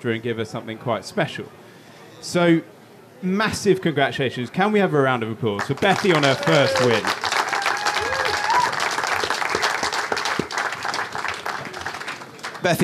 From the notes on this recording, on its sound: Our first ever podcast recorded in front of a live audience! A live audience made up of former podcast guests, celebs of the shooting world, Members of the Most Noble Order of the Garters and fans of the GunsOnPegs Podcast. Recorded LIVE at The Game Fair 2022.